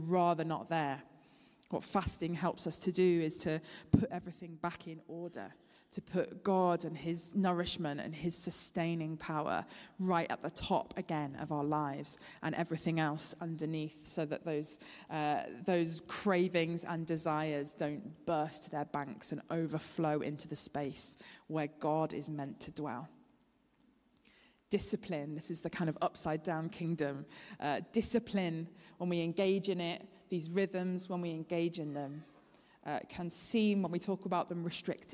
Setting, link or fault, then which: setting, large echoing room